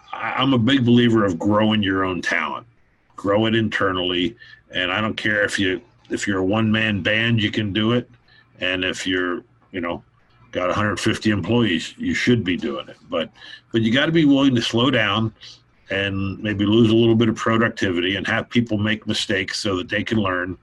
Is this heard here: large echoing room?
no